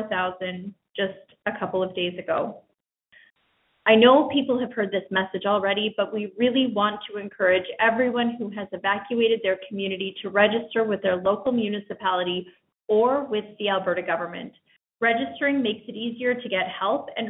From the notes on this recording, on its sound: Albertans evacuated due to the wildfires are invited to join a nightly telephone town hall for situation updates and answers to questions.